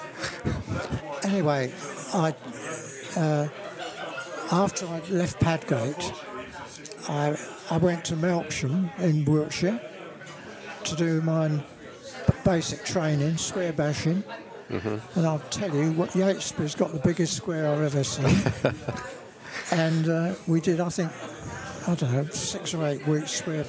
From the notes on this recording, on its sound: Part two was recorded in The Grainstore, Oakham, Rutland, during the December Rutland AFBC meeting